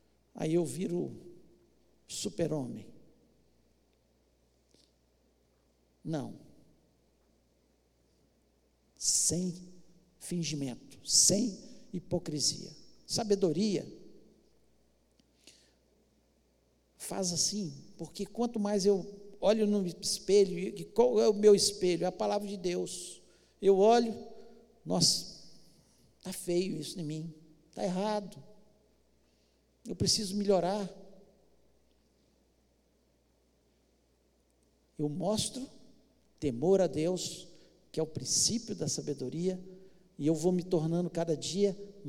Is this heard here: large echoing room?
yes